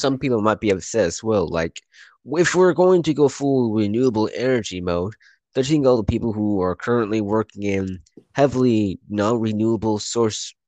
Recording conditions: drop-outs